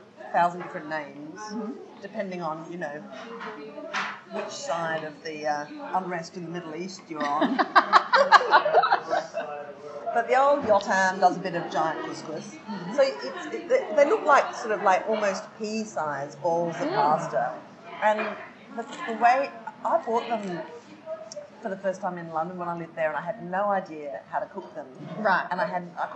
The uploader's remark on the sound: Warning: bad audio quality!